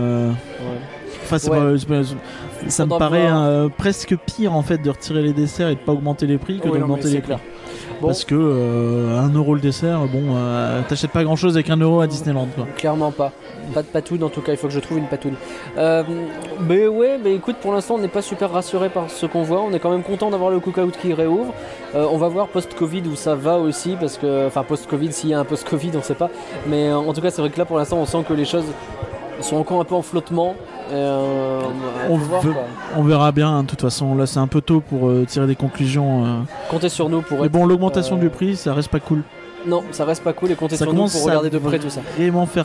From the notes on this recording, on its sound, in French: Réouverture de Disneyland Paris en direct ! Le tout en direct du parc.